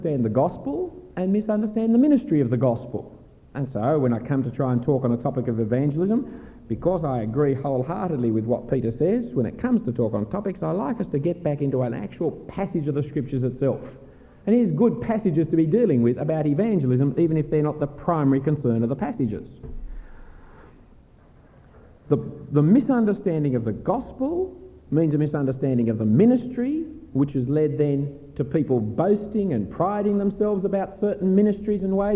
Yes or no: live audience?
yes